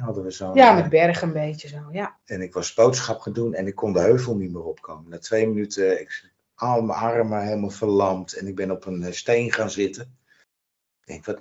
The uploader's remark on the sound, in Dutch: Die opgenomen is via Teams.